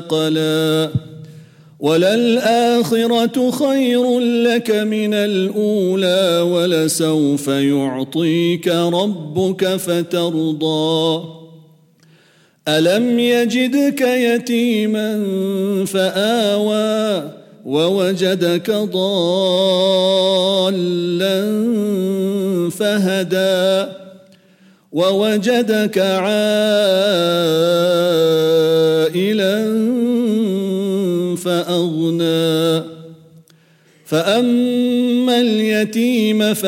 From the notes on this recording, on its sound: at the Houghton Masjid (West Street)